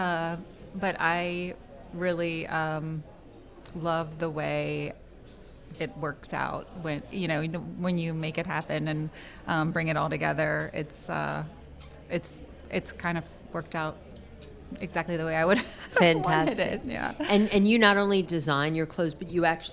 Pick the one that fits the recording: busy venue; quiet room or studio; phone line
busy venue